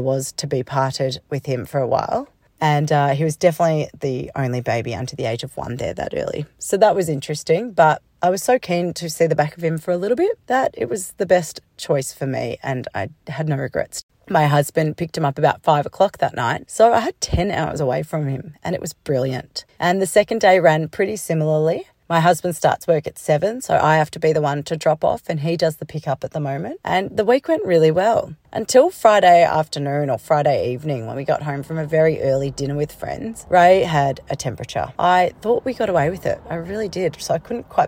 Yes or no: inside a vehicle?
yes